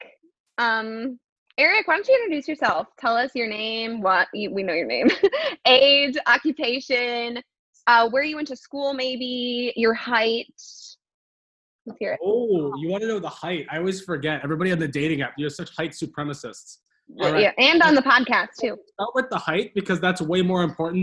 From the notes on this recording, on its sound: Second quarantine zoom date is in the books